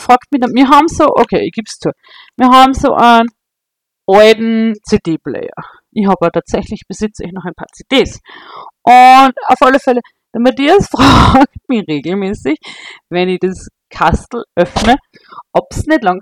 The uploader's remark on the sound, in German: S2 startet in gewohnt fragwürdiger Audioqualität, aber mit ganz viel Liebe und Leidenschaft!